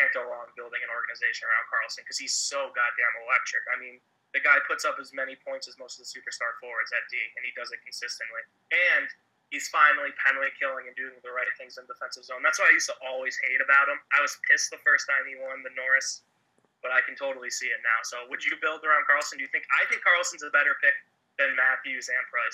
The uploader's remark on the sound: A phone call.